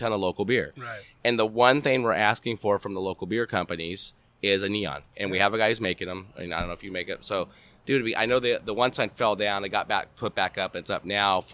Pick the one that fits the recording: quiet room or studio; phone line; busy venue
busy venue